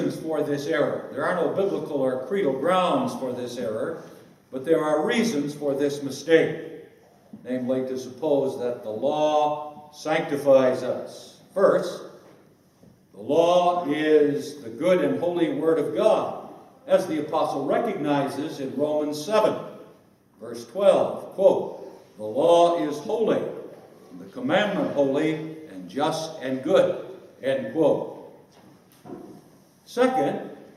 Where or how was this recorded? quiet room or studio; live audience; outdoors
live audience